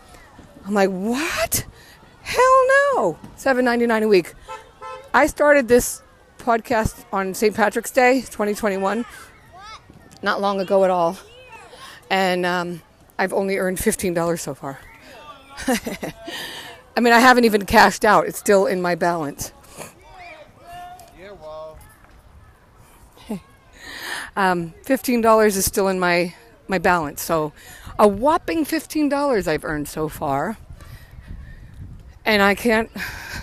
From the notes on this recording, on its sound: Casual chat while I’m out walking around the playground